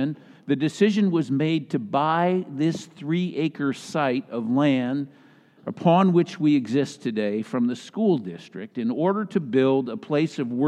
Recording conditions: large echoing room